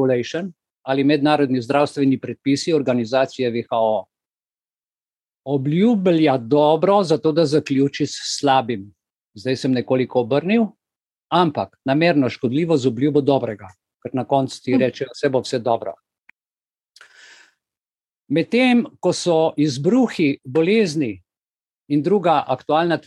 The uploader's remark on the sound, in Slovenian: Zoom srečanju, ki je pred vami